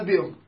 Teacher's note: نون قلبنا ميم وأخفينا بها · Term: القلب